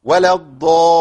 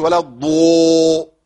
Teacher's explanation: ضاد مفتوحه بعدها الف، تبقى اقوى ايه صوت للضاد · Shown in: first take · بس ما اقولش ولا الضو، هذا خطا، ولا الضاء، هذا خطأ.